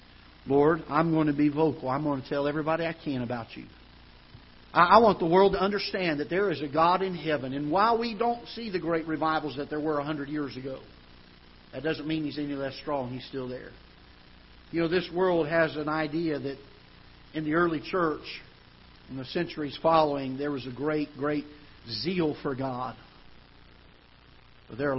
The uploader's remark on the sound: Ketha Heights Baptist Church ~ Live Broadcast